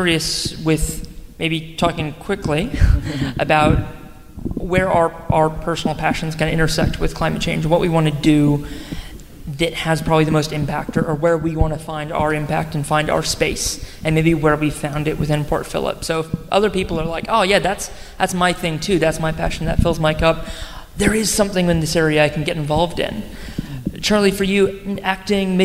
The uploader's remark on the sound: Anote's Ark panel from the Astor Theatre. Transitions Film Festival brought a film screening to Port Phillip in Melbourne. Record the post-screening panel as a live episode.